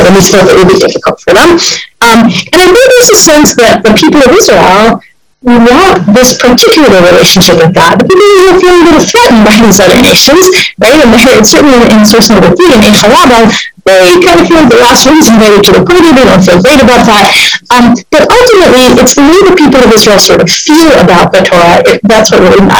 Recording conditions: video call